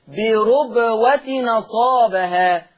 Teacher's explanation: الساكن هنا التنوين، يبقى حرك التنوين بحركة الهمزة، فالتنوين هنا هيتنطق، ما هو التنوين ما هو إلا نون، فهنطق هنا هتبقى نون مفتوحة هكذا. · Term: النقل